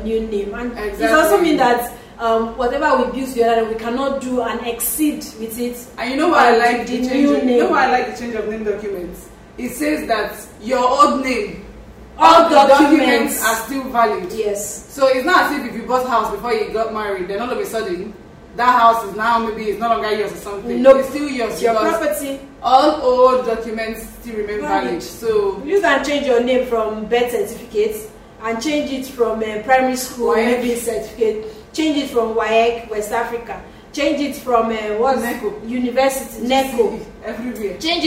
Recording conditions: background noise